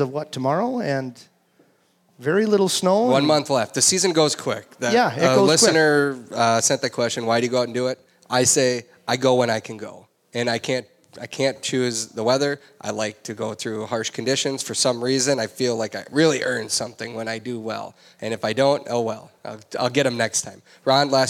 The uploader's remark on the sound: LIVE With our Listeners. Host another LIVE podcast at Bear Cave Brewing.